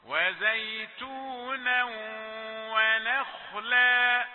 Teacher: نون رقيقة ونا ثم الخاء مفخمة